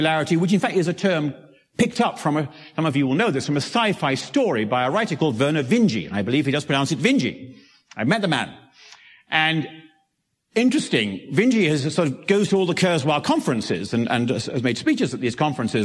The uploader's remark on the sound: Originally presented at 2015 Summer conference "Science, Research, and the Limits of Bioethics."